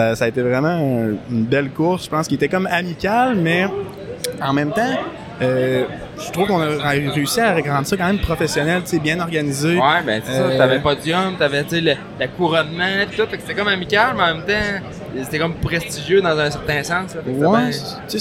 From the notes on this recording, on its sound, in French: Catch up LIVE de l'ExpoMoto Québec 2024. Une petite discussion à chaud en direct du Salon de la moto de Québec.